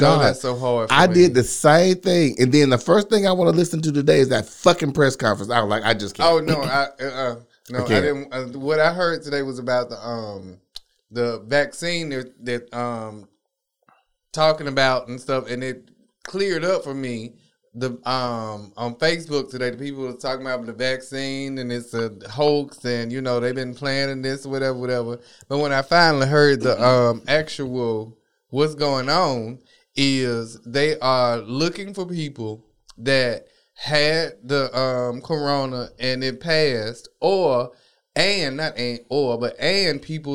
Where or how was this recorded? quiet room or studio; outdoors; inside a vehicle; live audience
quiet room or studio